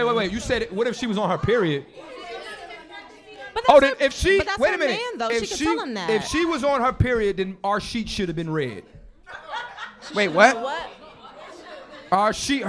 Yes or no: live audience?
yes